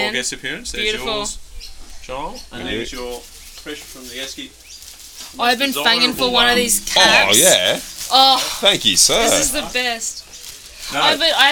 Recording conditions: sounds in the background